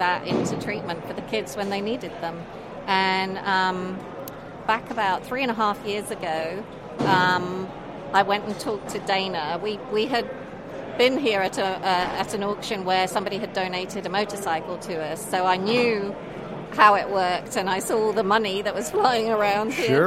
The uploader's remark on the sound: broadcast from the Mecum auto auction in Houston, TX